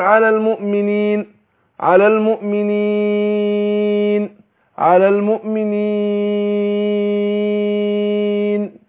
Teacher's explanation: ثلاثه اوجه، قصر وتوسط واشباع، يعني حركتين واربعة وستة، ودي كلها جائزة